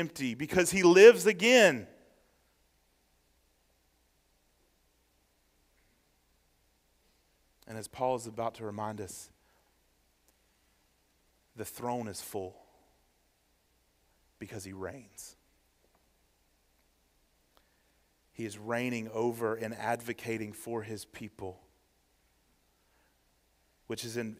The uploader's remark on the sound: Sermon preached. At First Baptist Church, Waynesboro, GA during the Morning Worship Service.